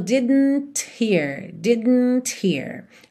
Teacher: E aí você ouve até o Tzinho final